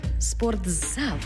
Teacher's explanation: У слові «спортзал» звук «ти» переходить у звук «дз»